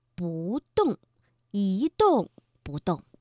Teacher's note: 因为动是去声，所以在这儿呢我们读二声